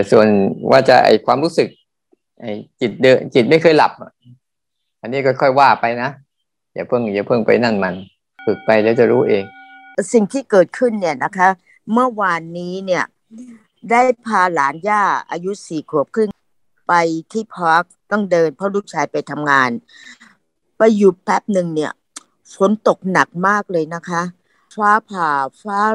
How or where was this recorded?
video call